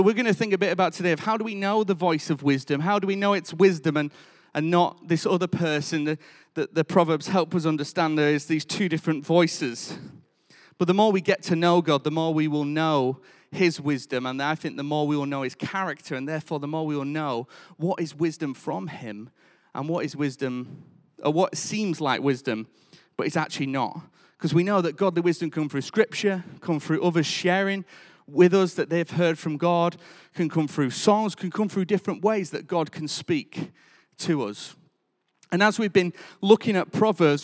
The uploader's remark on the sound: Recorded live at Life Church Lancashire